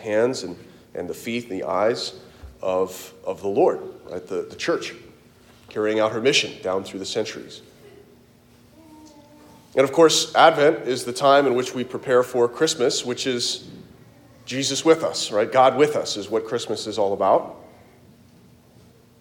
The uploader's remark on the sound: Delivered at Christ the King Church, Kansas City, KS